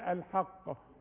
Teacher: وليملل الذي عليه، ما اقولش الحق، الحاء الحاء، زي ما اقول الحلال وبين، هتقول لي الحلال، الحاء، خلاص نقول الحاء، وبعدين اركب القاف التخينه الحق، ولو وقفت اقلقل القاف اقول الحق، والقلقلة أبين عليها علشان عليها الشدة